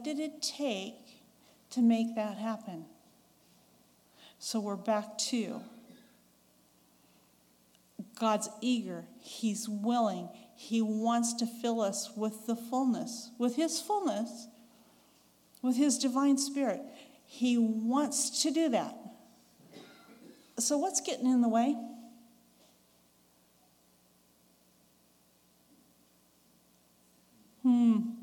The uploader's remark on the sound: recorded on June 4, 2022, at Ringgold Seventh-day Adventist Church